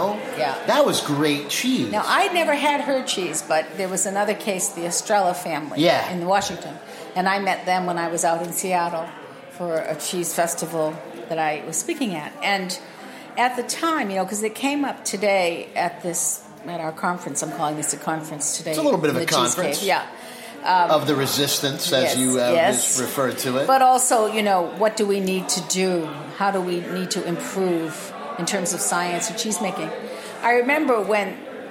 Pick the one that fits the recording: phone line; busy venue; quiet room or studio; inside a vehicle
busy venue